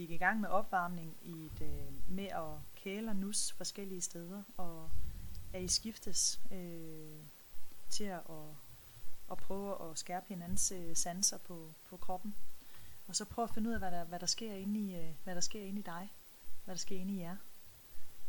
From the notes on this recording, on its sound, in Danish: Lyden kunne godt være bedre